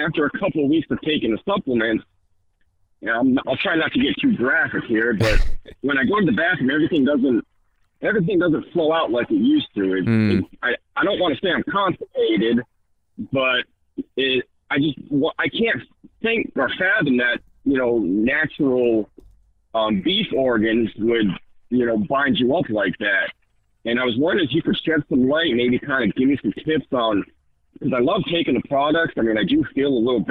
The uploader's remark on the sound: You’ll also hear LIVE callers ask questions